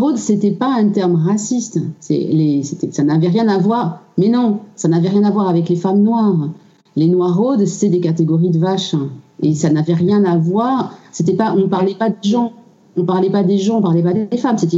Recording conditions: video call